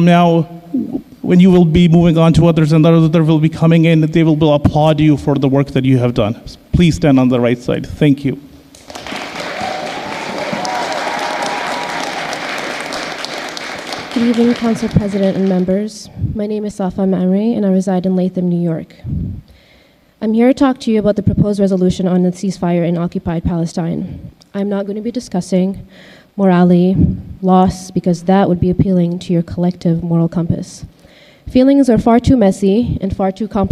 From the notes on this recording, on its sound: Albany Common Council Ceasefire Resolution-Public Comment. Supporters rallied outside City Hall and then filled the meeting hall.